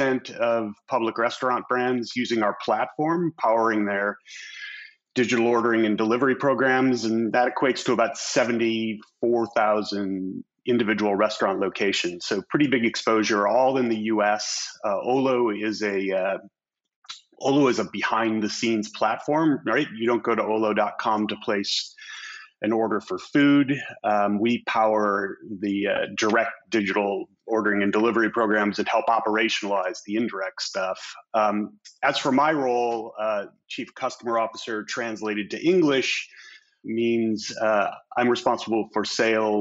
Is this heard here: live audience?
no